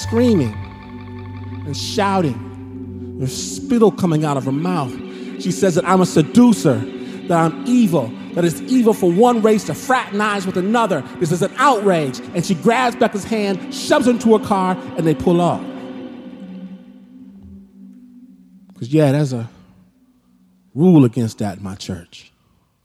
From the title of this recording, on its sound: Snap LIVE! At The Paramount